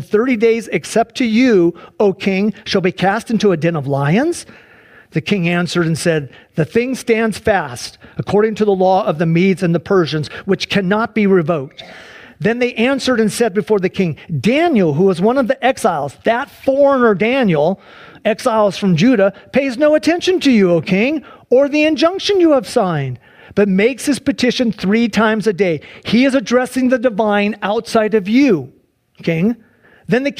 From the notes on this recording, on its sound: Sunday church service livestream